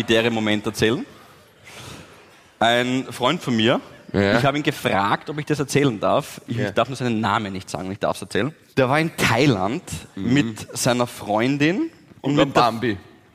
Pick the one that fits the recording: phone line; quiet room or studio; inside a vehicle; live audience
live audience